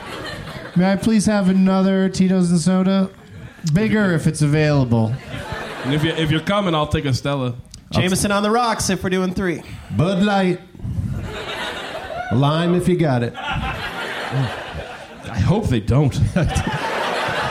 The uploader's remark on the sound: Live from Cap City in Austin